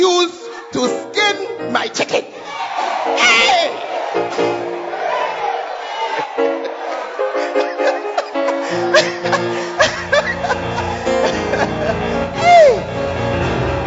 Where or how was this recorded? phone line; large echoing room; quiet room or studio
large echoing room